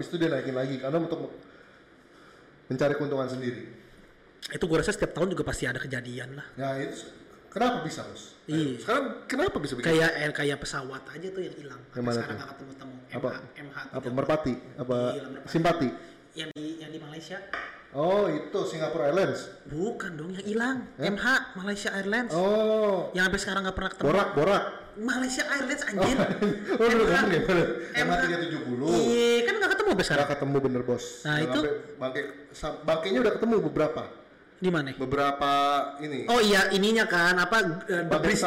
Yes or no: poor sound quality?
yes